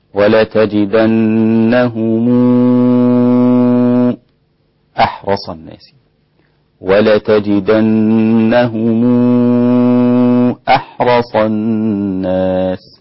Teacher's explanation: فقوله تبارك وتعالى ولتجدنهم، هذه الميم وبعدها الهمزة يضم ميم الجمع الإمام ابن كثير إمام أهل مكة، وكذلك وجه الصلة لقالون، واشترك معهم الإمام ورش. وورش يضم ميم الجمع إذا جاء بعدها همزة ويشبعها ست حركات